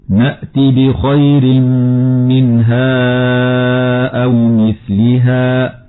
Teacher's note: منها أو مثلها مد منفصل لانفصال الهمز عن حرف المد، وفيه لحفص من طريق الشاطبية 4 أو 5 حركات مع مراعاة إخراج طرف اللسان عند النطق بحرف الثاء